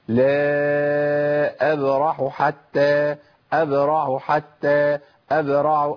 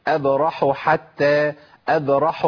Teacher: على قطع النفس عن الحاء، والحاء من الحروف اللي بيمشي فيها النفس · Shown in: second take